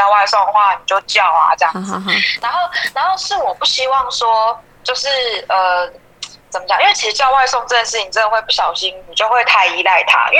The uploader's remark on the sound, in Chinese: 由於是call out，所以部分音質有點影響，敬請見諒！